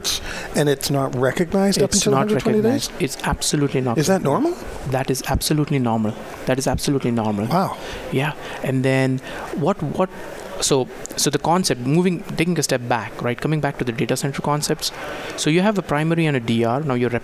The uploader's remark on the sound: Live From Disaster Recovery Journal Conference 2018. This is hour 3 from the Live broadcast.